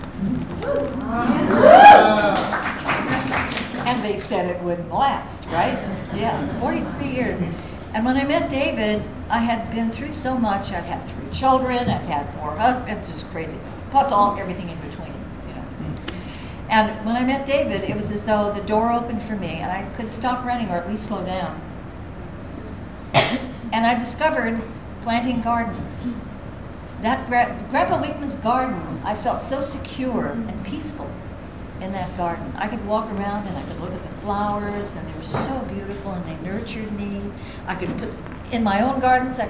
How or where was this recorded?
live audience